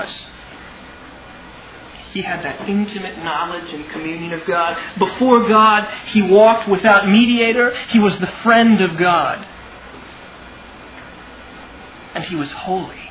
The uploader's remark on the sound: Originally delivered on 28 May 2000 at Sovereign Grace Baptist Church in Van Alstyne, TX.